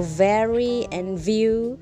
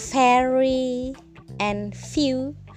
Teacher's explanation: V is voiced, and F is voiceless